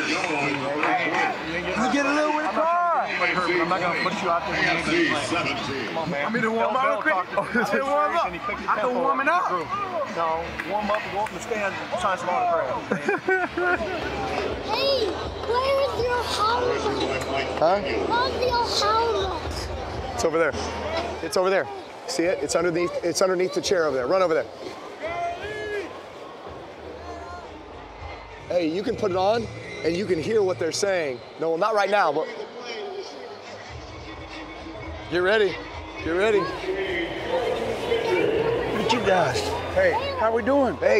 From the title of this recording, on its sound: Best Mic'd Up Sounds of Pro Bowl, 2018